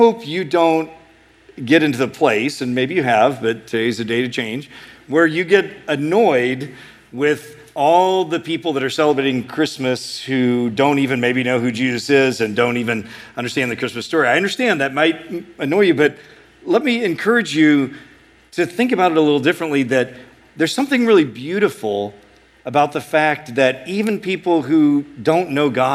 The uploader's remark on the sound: A sermon preached at Sojourn East